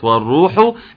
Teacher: من الراء انها تكون مفخمة لانها مضمومة، الراء ما يكونش فيها تكرار، عاوزين راء واحدة، اسمع كده والروح، لا دي سبعة راء، مش عاوز سبعة راء، امال عاوز ايه؟